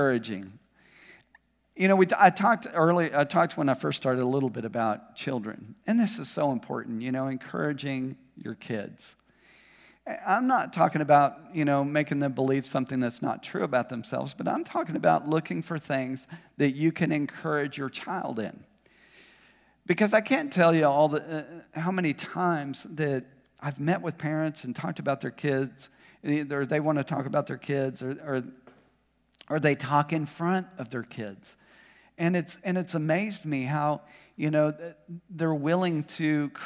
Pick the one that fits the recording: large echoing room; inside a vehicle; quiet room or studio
large echoing room